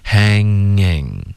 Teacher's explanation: hang 的这个 ng 会推下一个 ing · Term: 连读